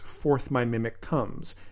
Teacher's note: you also get that cool back-to-back K sound of mimic and comes